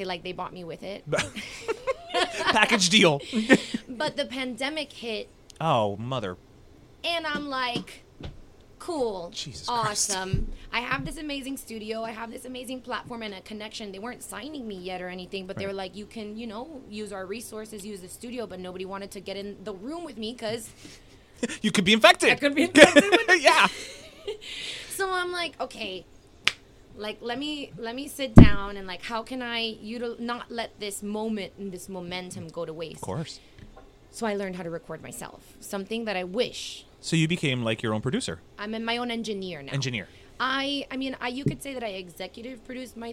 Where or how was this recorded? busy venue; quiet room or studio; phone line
busy venue